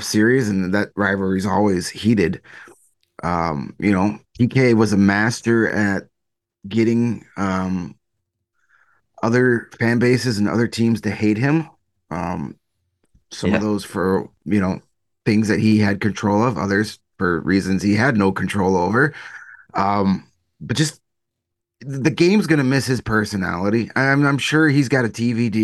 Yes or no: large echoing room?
no